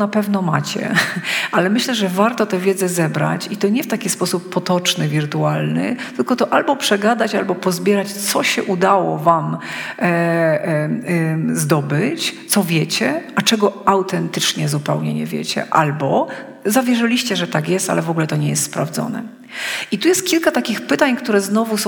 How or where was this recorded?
live audience